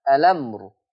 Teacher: هشيل الهمزة واخد الفتحة حطها على اللام فتبقى اللام مفتوحة · Term: النقل